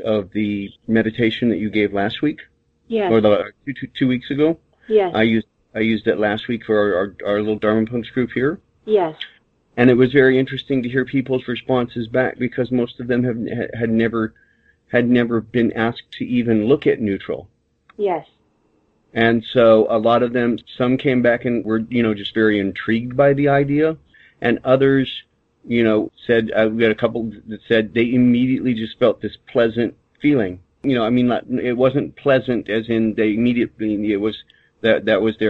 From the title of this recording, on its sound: Conference call